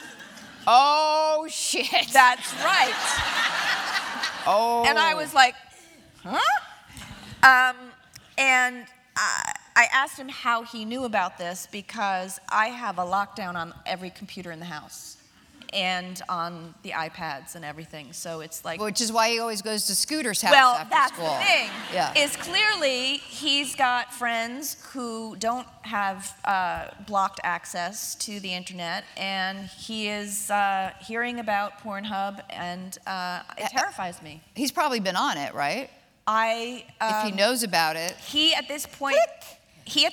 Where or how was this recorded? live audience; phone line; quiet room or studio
live audience